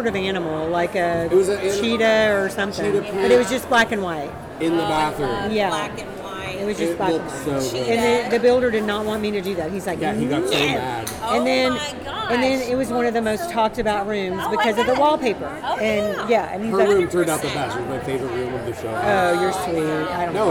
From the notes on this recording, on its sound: Live at the Phillips Collection.